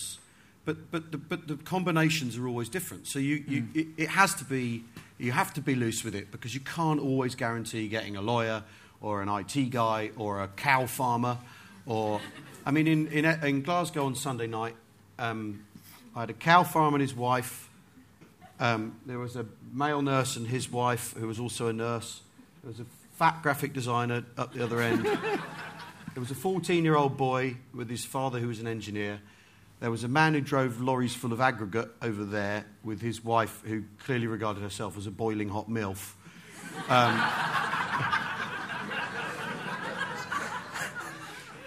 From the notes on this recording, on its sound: Live from the Leicester Square Theatre. A little taste of what goes on at the monthly live show.